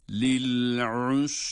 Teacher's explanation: Lil'usra usra ayından sonra sin harfi ince.